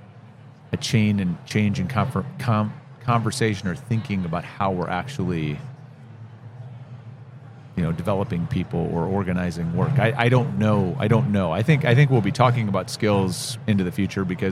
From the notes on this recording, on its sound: Live at the HR tech 2022 conference